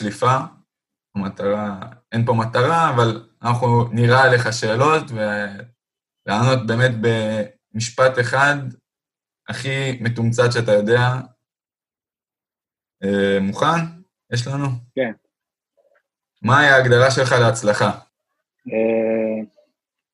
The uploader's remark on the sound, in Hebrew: הפרק הוקלט בזום בעקבות אתגרי הקורונה.